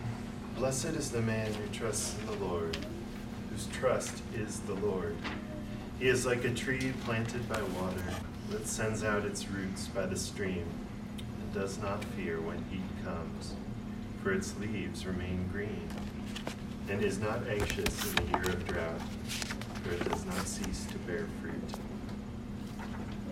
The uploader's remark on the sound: Homily delivered on Sunday morning, September 15, 2019 at the Christ Church Madison Fall Retreat held at the Green Lake Conference Center.